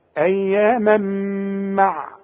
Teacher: التنوين اللي بعده ميم إدغام بغنة. اقفل شفايفك هنا